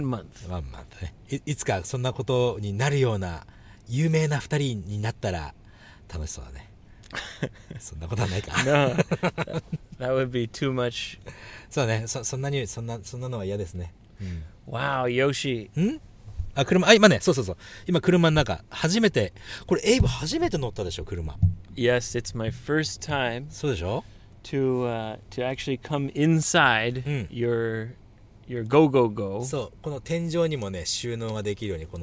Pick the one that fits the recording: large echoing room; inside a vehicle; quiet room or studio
inside a vehicle